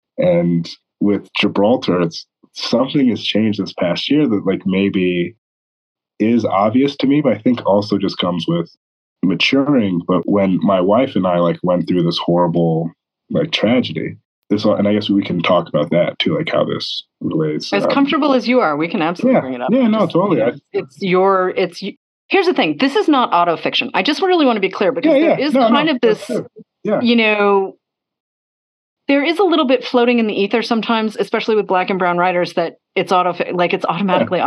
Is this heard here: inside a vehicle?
no